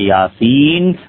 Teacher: حفص کی جو قراءت کی روایت ان تک پہنچی ہے، نون کو وہ پورا پڑھتے ہیں. ورش، کسائی، یعقوب حضرمی، ابن عامر شامی رحمت اللہ علیہ، وہ اس نون کو نا، یاسین کے نون کو واو کے ساتھ ملا دیں گے، لیکن ناقص ادغام کے ساتھ.